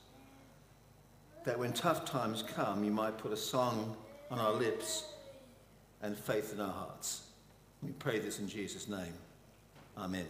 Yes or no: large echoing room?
yes